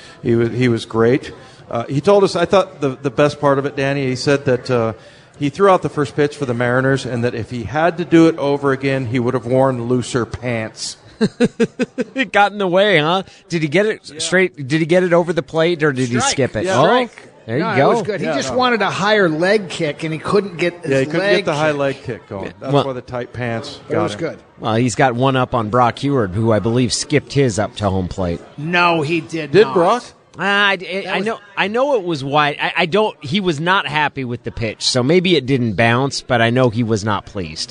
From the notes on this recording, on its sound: Joins the show live at Pearl Bar and Dining.